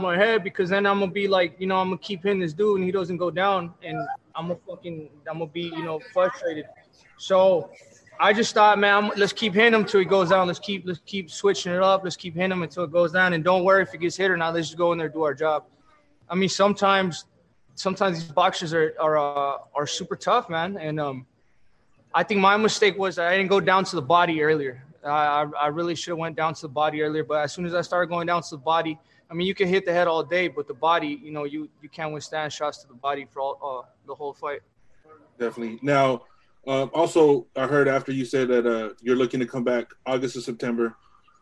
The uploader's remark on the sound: Post Fight Media conference